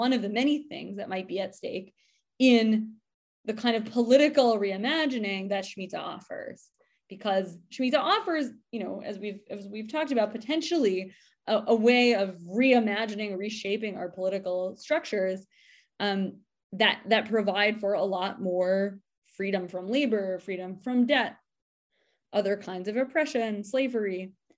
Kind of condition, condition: link, video call